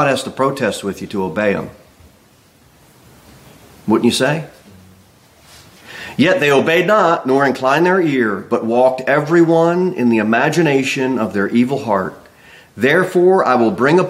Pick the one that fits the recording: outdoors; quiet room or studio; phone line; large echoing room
large echoing room